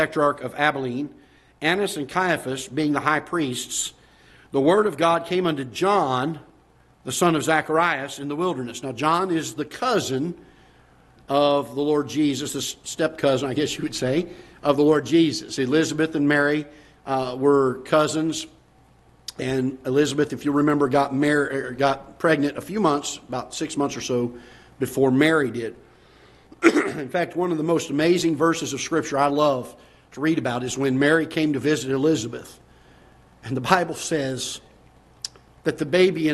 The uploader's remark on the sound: Ketha Heights Baptist Church ~ Live Broadcast